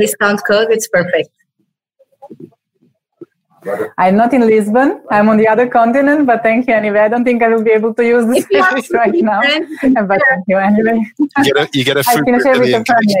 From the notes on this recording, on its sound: This episode was first recorded as a webinar in April 2020 and converted to a podcast.